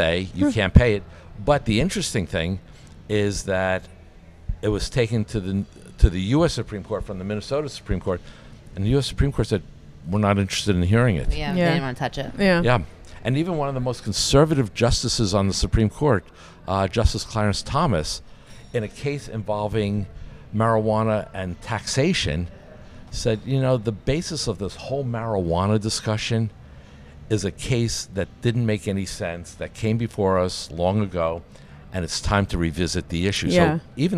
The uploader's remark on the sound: Live from ClaimsXChange.